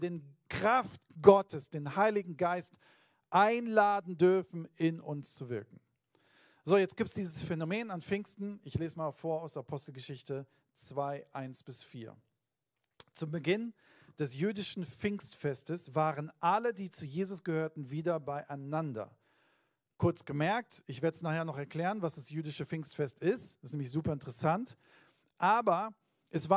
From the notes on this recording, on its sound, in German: Sonntagspredigt aus dem Standort Bochum.